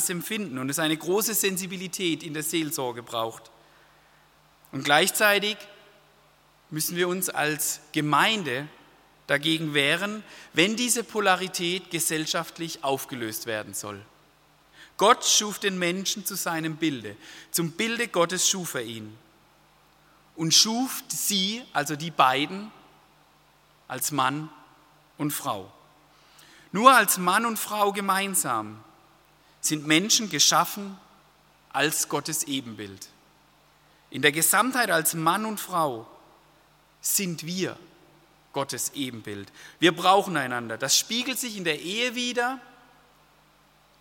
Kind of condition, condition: setting, large echoing room